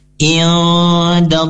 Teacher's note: Kemudian ada lafaz iadallah, di sini ada lafaz Allah, yaitu lafzul jalalah, yang di mana lafaz Allah di sini dibaca tafkim yang artinya tebal